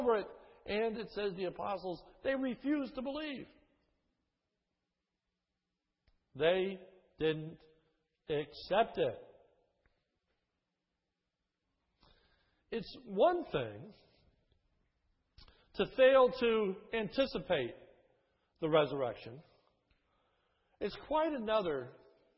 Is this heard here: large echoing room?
yes